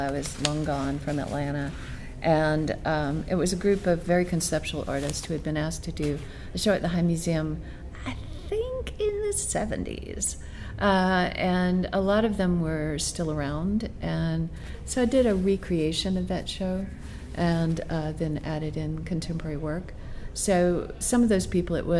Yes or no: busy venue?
yes